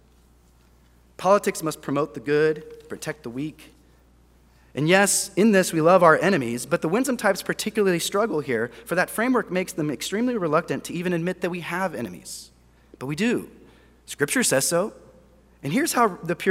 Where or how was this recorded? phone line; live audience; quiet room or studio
live audience